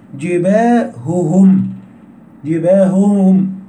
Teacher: يعني لا تضغم الهاء في الهاء